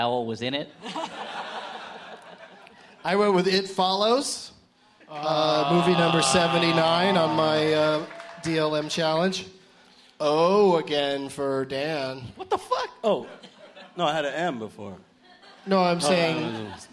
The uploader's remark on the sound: Live from the Irving Plaza in NYC